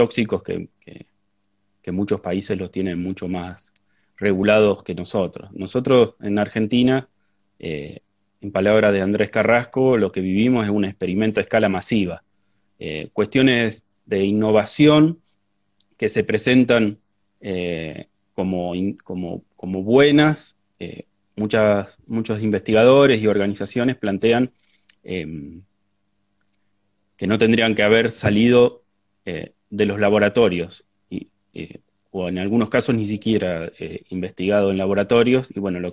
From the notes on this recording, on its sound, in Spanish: Audio de la charla en vivo que tuvimos por Instagram